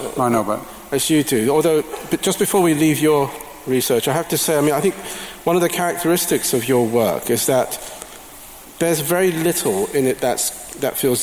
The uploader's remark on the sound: As part of Man Booker 50 festival at Southbank Centre. Each section was introduced by a slideshow of photographs selected by the pair. Here in the recording, each slideshow has been replaced with a short musical interlude.